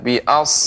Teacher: dia mengalir ketika disukunkan tetap dia mengalir ya. udaranya. · Term: Huruf slot